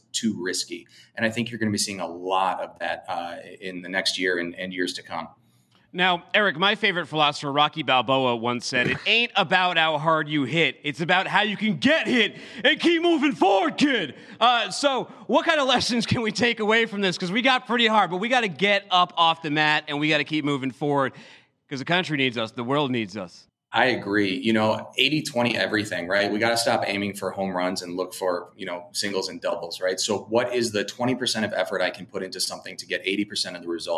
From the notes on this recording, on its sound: coming to you live from day 3 at F3.